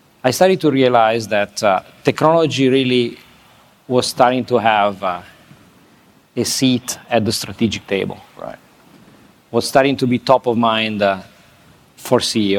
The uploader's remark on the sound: This interview was recorded at Fintech Nexus USA in New York City on May 10. This interview was recorded at Fintech Nexus USA in New York City on May 10.